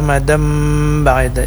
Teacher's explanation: Iqlab artinya berubah suara jadi mim. Jadi ketika mengucapkan tanwin bertemu dengan huruf ba, itu mulut kita dirapatkan.